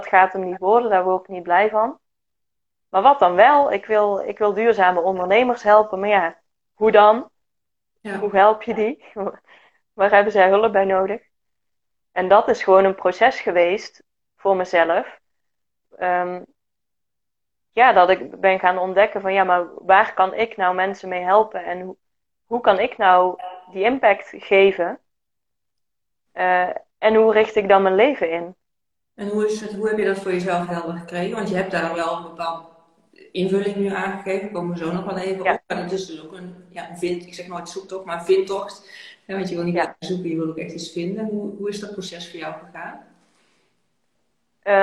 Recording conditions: video call